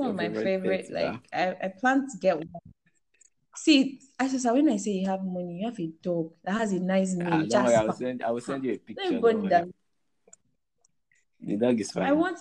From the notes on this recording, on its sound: I am sorry for the sound, I was trying out anchor's invite feature for size.